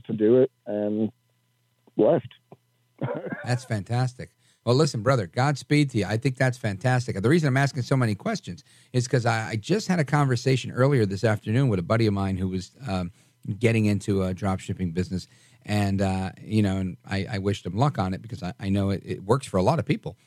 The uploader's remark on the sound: we take your calls in open phones across America